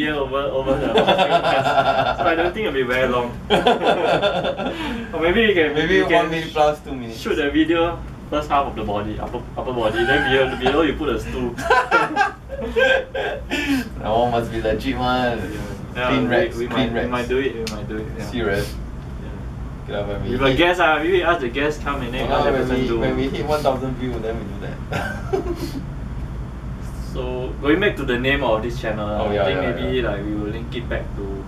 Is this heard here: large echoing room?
no